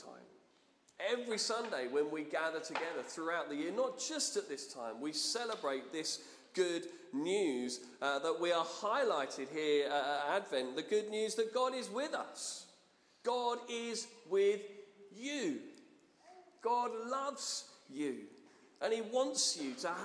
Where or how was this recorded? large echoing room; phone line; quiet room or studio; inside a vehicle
large echoing room